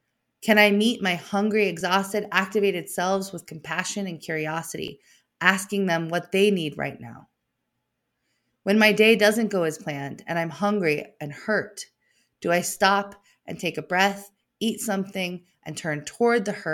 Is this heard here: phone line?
no